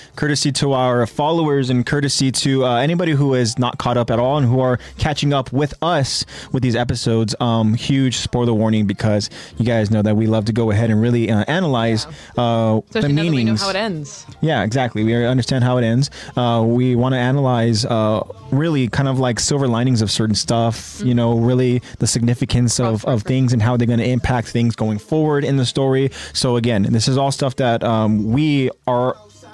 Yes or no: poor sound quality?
no